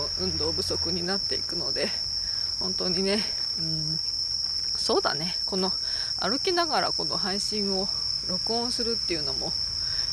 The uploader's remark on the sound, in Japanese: 歩きながら録音してみた（ほぼ鈴虫）